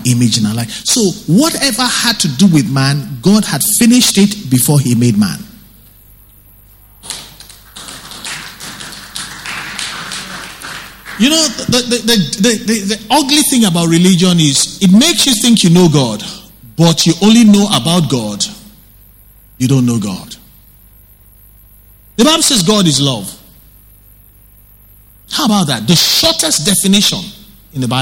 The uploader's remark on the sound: Recorded LIVE at our Wednesday Interactive Service on February 27, 2019